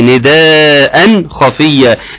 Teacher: اظهار التنوين عند الخاء